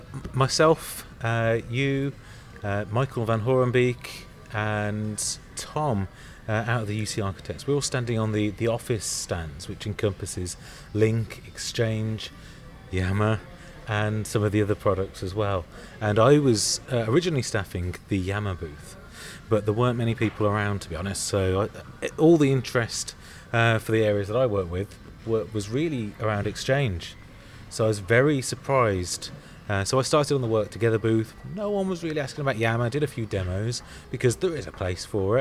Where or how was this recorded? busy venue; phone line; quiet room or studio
busy venue